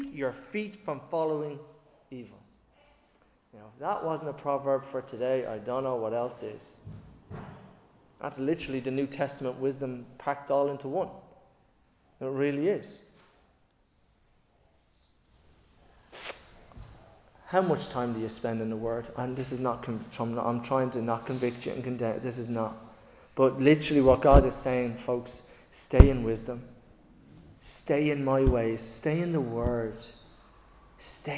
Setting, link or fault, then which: setting, large echoing room